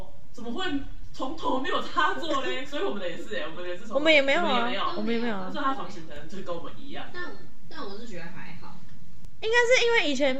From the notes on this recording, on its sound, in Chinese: 雖然音質爛炸